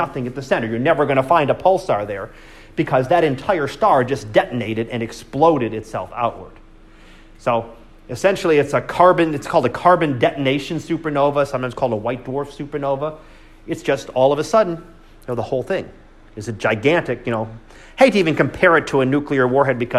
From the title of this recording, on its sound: Live Class Lecture